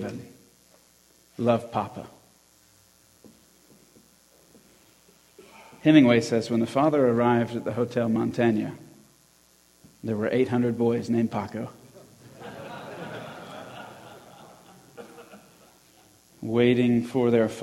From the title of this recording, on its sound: Christian Men's Conference 2020 Talk 4